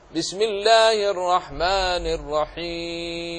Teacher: أولا حكمه الجواز، بمعنى يجوز قصره ويجوز مده، ولكن الذي وردت به الرواية أن فيه 3 أوجه، فيه المد فيه القصر، وفيه المد المتوسط قدر 4 حركات، وفيه المد الطويل قدر 6 حركات